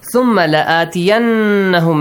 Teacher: Make sure ميم مشدد نون مشدد. You have to pronounce it. With a nasal sound.